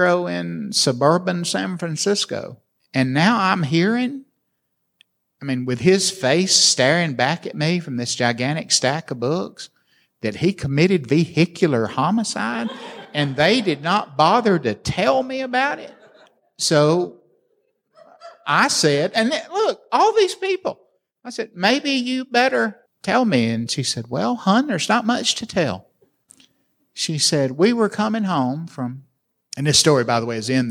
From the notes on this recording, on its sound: This interview took place in front of a live audience at UVA's College at Wise.